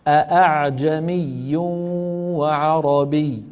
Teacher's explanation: ما بيقفل الوترين، بيترك بينهم فجوة بسيطة يتسرب الصوت منها · Term: تسهيل الهمزة